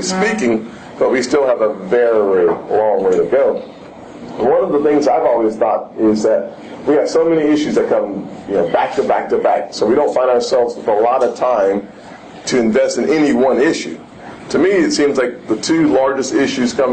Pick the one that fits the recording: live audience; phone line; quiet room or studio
live audience